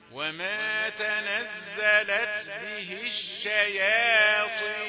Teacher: ما جيبش تفخيم إلا عند الطاء عند ما تلمس مخرج الطاء